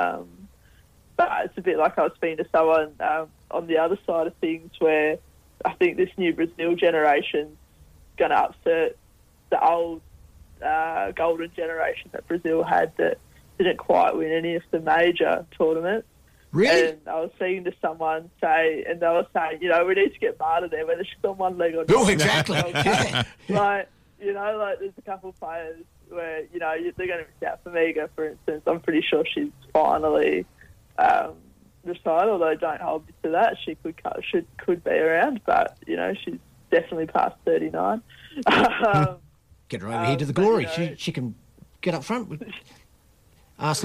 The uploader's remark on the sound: Join us in the studio. Joins us on the phone.